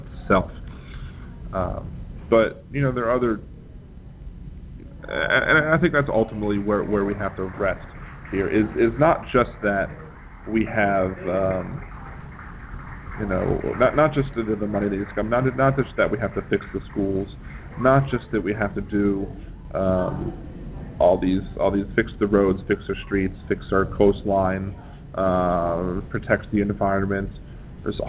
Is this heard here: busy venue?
yes